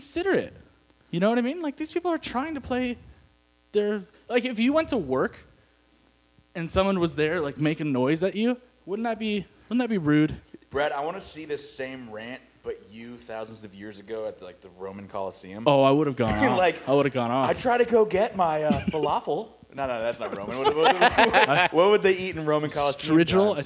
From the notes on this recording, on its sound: We decided to add some extra hum to the recording...sorry about that.